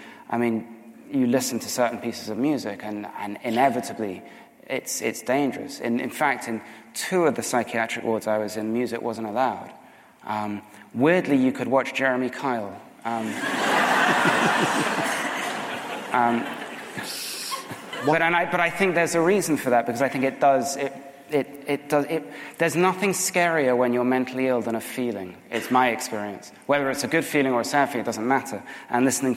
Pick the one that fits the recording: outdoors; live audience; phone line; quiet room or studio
live audience